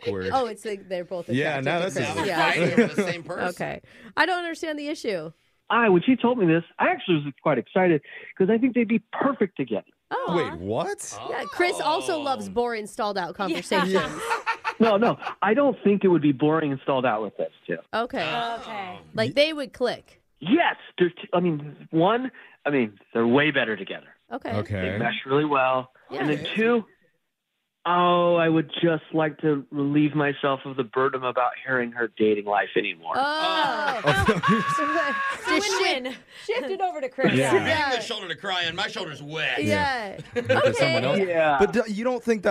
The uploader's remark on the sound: we have him on the line for an Awkward Tuesday Phone Call!